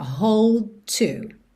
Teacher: Hold termina em D, to começa em T, você junta num som só. Hold to. In my life, we'll always go on.